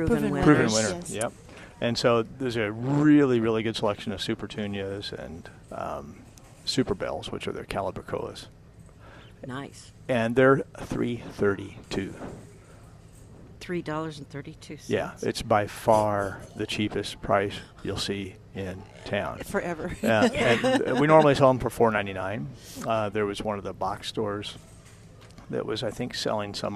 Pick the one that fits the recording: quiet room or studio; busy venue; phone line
busy venue